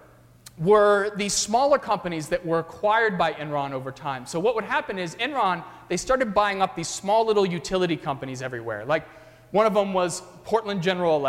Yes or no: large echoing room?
yes